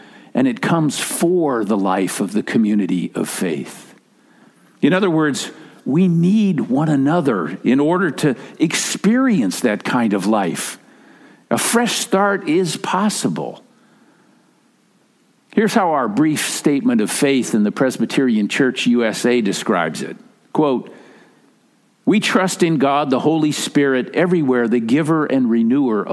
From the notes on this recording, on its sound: Message delivered during the Tradi Worship Service. San Marino Community Church.